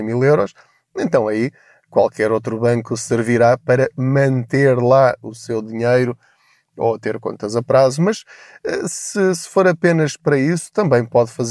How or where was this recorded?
inside a vehicle